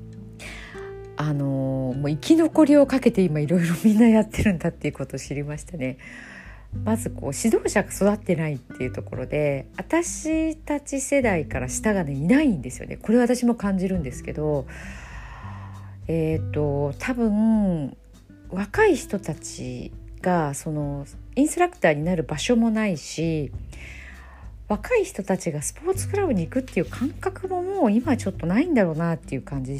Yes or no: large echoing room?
no